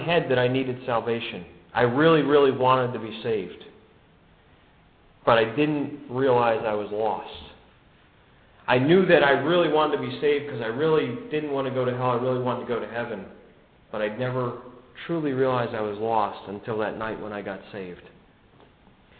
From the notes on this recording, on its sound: given at the Brookfield Gospel Hall in Brookfield, CT